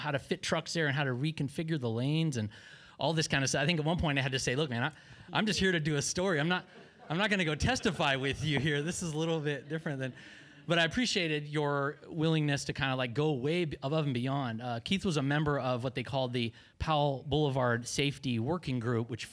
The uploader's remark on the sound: I gave him a mic and let him share his stump speech. Afterward, I asked him a few questions and then did some Q&A with the crowd.